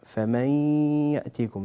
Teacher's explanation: نون ساكنة وبعدها ياء والحكم إدغام بغنة